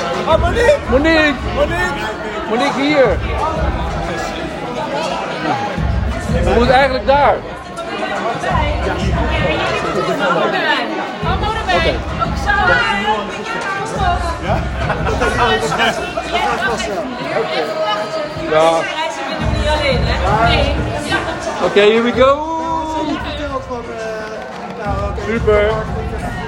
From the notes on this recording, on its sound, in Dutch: Live vanaf de Content Marketing The Awards